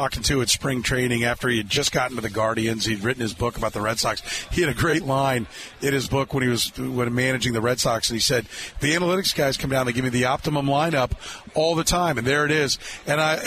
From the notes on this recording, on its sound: Thursday's Program was once again live from Radio Row in Las Vegas.